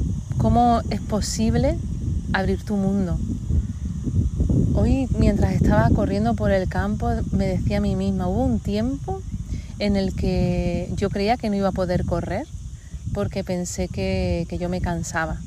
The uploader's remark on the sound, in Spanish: Está grabado en un sitio muy especial para mi, al aire libre, así que te pido de antemano disculpas por el ruido de fondo.